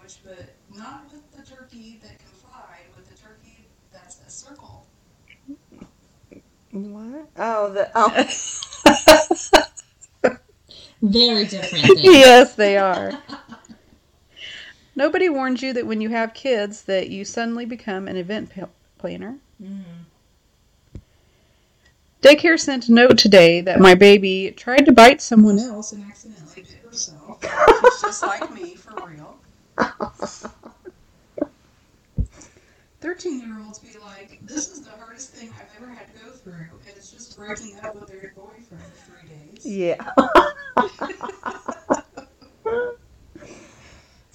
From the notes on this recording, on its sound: Just a heads up about the audio on this one......it's not great.